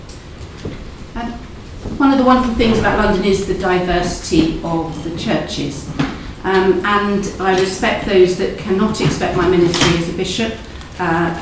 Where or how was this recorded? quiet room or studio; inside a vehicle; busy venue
busy venue